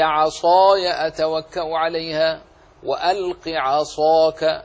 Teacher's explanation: عصاك التفخيم مع القوة في الإطباق